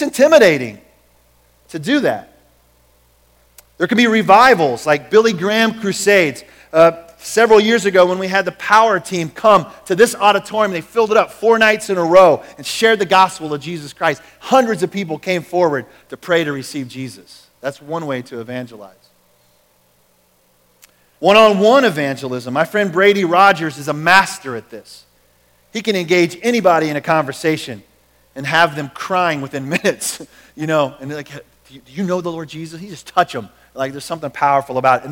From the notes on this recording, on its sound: Recorded at The Calling Community Church located in Platte City, Missouri. Services are held in the Platte County High School Auditorium.